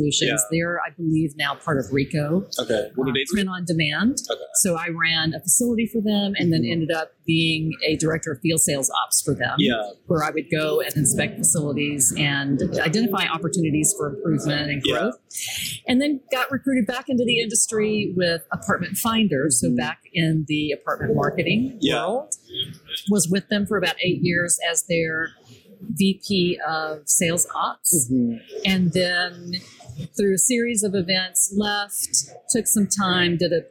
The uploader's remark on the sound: LIVE AT NAA